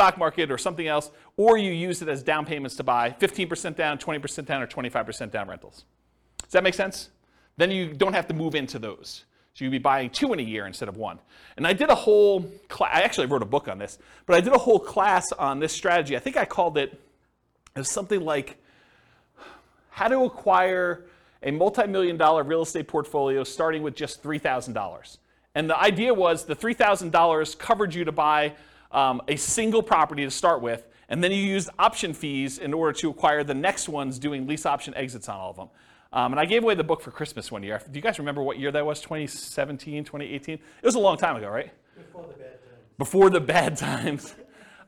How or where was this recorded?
live audience